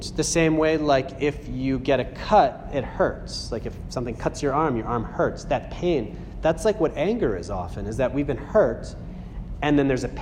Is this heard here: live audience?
yes